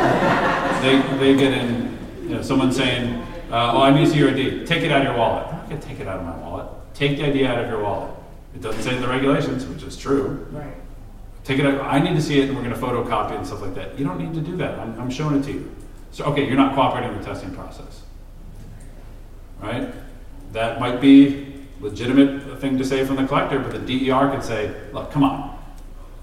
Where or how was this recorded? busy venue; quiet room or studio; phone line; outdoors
busy venue